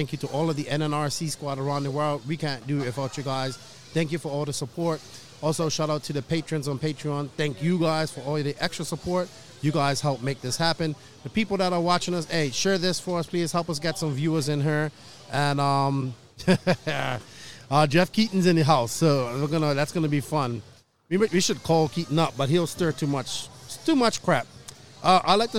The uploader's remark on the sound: Live from Finals Day at the 2021 ROAR Nationals